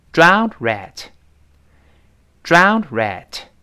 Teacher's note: 后面那个的碰到了 rat，哎，轻轻的有一点失去爆破的味道了，因为这个的轻轻的那个的是个爆破音，后面出现辅音了，叫 drownedrat，drowned 那个的特别轻，几乎听不到了。再读后面老鼠那个词 rat，我们读一下这段语，drownedrat，drownedrat，哎，就是哎被淹死的老鼠。那我们跟老师一块读一下这句话